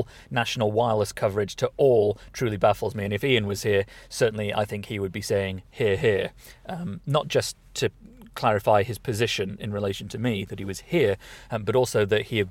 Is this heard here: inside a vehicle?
yes